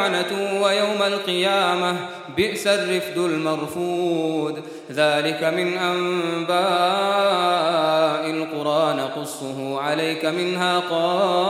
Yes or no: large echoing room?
yes